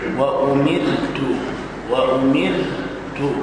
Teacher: الراء مرققة لأنها ساكنة بعد كسر